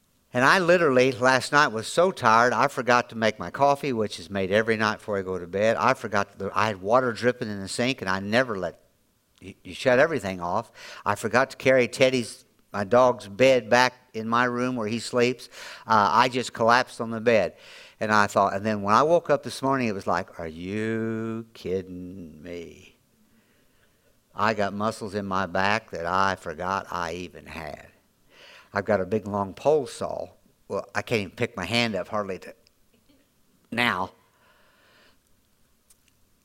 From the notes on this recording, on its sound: Audio podcast from Grace Church on 7-23-2023